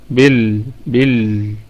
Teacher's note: بالغيب لام نراعي فيها صفة البينية، بال بال اللي هي بين الشدة والرخاوة.